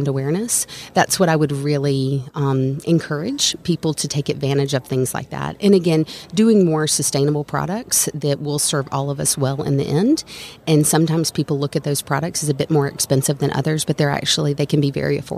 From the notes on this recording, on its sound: LIVE from SOAHR 2023. North Fulton Business Radio.